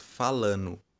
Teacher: ao invés de dizer o verbo falando no gerúndio, assimila as consoantes e diz falando, deixando de lado o fonema D